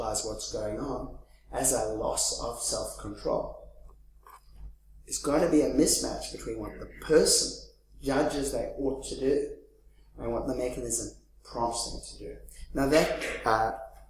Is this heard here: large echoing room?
yes